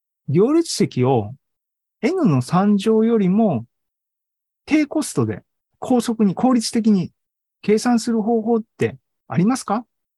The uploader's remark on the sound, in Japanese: ２０２２年１０月２６日に開催した ZOOMライブの模様です